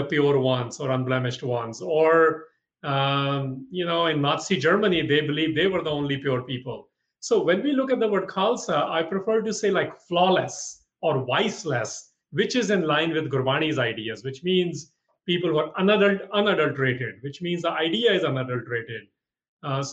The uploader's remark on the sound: From a live webinar recorded on June 29th, 2020. This episode of The Sikh Cast is from a live webinar.